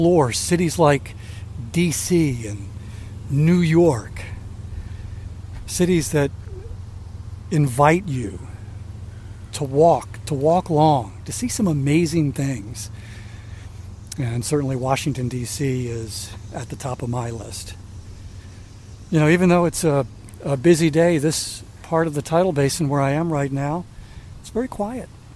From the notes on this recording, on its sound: On the final day of his week-long walking tour of Washington DC. Takes a ten-minute walk along The Tidal Basin.